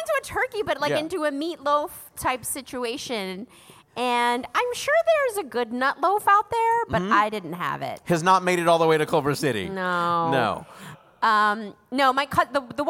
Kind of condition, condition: setting, busy venue